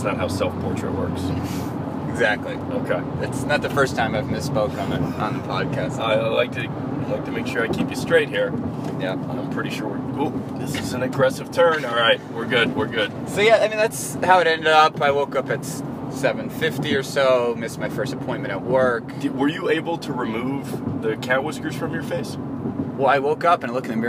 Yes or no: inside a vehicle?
yes